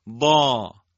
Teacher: ضاد درشته، اطباق داره، استعلا داره، پرحجمه، الف هم تأثیر پذیر اونه